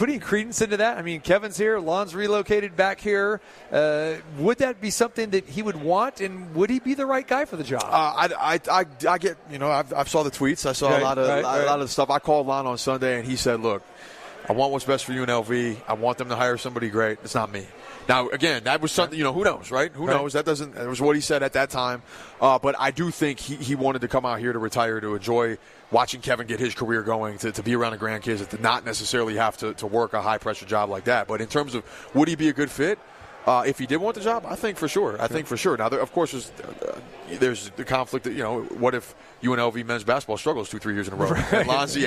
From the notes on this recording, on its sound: Live From The NBA Summer League at the Thomas and Mack